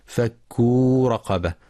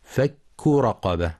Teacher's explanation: وفي قوله تعالى: فك رقبة، يخطئ من يقرأ بمد الكاف فك رقبة، والصواب ضم الكاف فقط · Shown in: second take